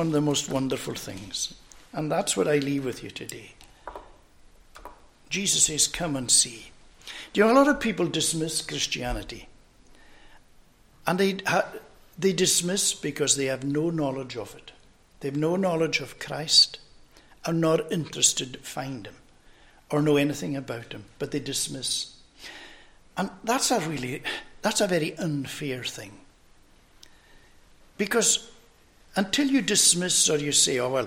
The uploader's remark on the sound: recorded at North Harris Free Church on the morning of Sunday, 7th January 2024